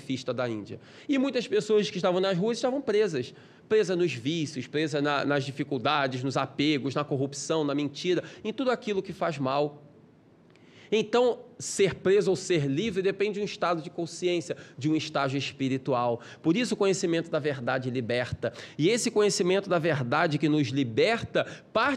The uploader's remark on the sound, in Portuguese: Palestra ao Vivo